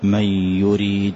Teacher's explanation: فيه بغنة بينمو علما، يعني حروف الإدغام بغنة أربعة مجموعة في قولهم ينمو، ياء مثل من يريد أدغمها، وأظهر الغنة فأحذف النون تماما وأتي بغنة